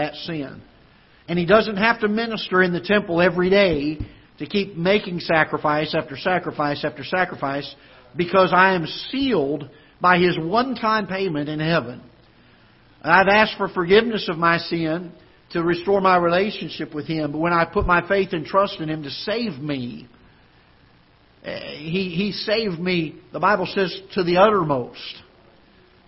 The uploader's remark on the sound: Ketha Heights Baptist Church ~ Live Broadcast